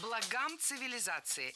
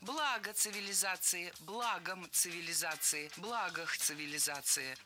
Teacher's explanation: Благам цивилизации – это неверно. Слово «благо» имеет неподвижное ударение на основе. И при склонении ударение сохраняется на первом слоге. · Shown in: second take